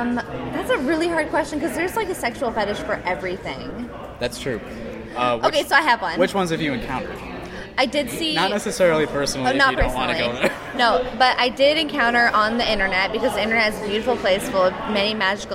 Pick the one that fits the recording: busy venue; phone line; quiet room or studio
busy venue